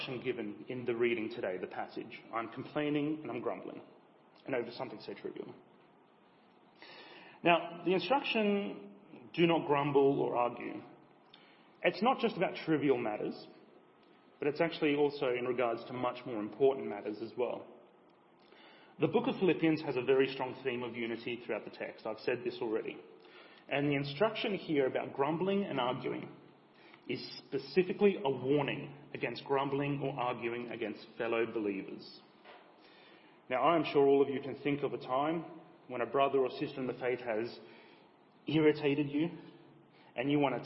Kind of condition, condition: setting, large echoing room